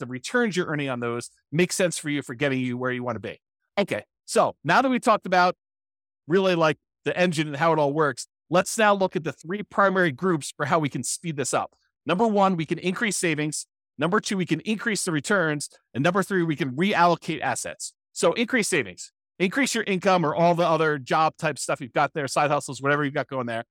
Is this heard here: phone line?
no